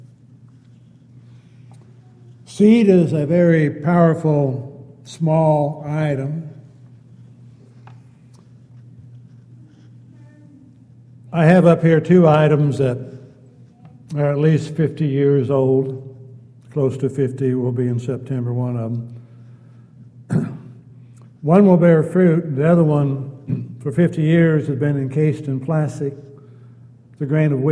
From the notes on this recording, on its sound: Downtown Church Of Christ Audio Sermon